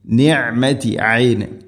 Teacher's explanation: തൊണ്ടയുടെ മധ്യഭാഗമാണ് ഐനിൻ്റെ മഖ്റജ്.